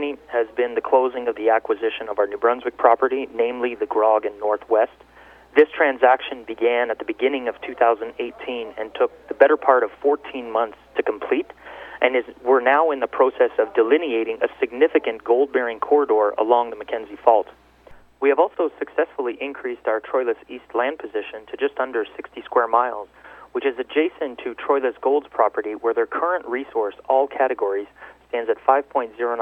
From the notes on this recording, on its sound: called in to SmallCapVoice.